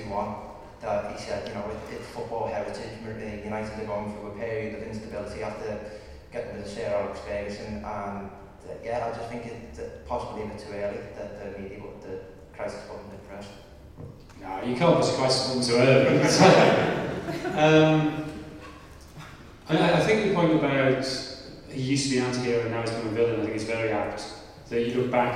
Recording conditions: poor sound quality